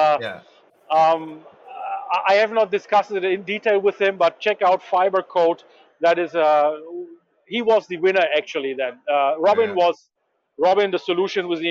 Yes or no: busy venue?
yes